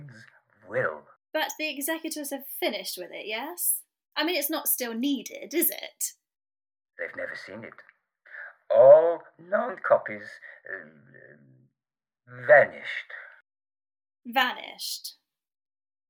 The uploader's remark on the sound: The Lost Tapes of History was recorded remotely during lockdown in late 2020. As such, the actors used what equipment they had available and were limited by their location. This has resulted in variable audio quality.